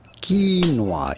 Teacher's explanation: You do want to stress on the first syllable rather than the second one. Do not say quinoa, but rather quinoa.